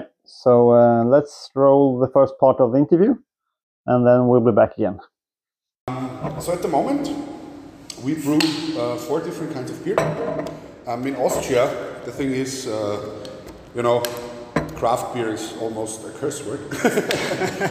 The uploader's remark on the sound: I know that the sound is not perfect. Most of the time we recorded in the cellar of Stiegl which caused some echo.